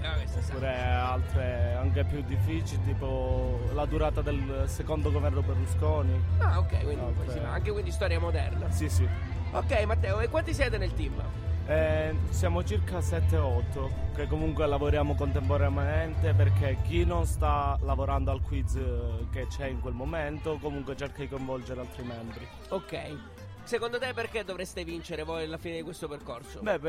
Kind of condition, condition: setting, busy venue